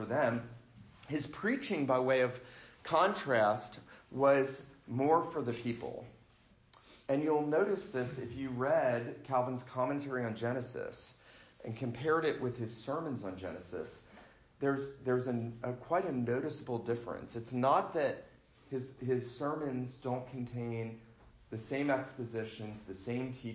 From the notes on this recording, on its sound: This lecture was given for Reformation Sunday at the First Presbyterian Church of Fort Oglethorpe, GA on Sunday morning, October 27, 2019.